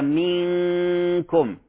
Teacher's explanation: نحضر مخرج الكاف والغنة مرققة · Term: غنة الإخفاء